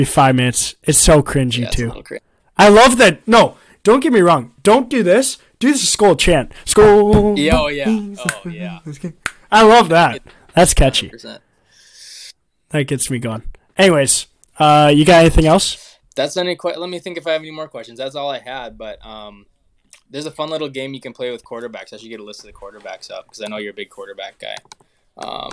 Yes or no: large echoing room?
no